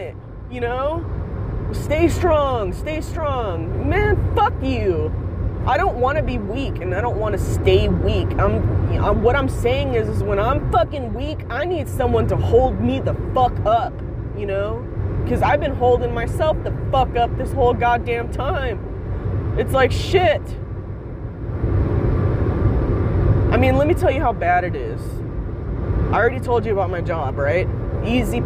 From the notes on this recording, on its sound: Driving home, crying.